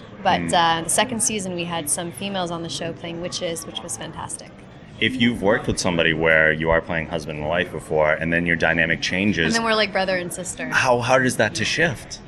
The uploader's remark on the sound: SDCC 2015 Interviews